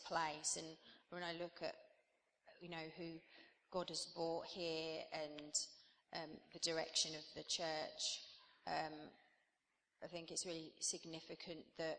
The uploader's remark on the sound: This recording comes from King's Church and was taken at the end of September 2010.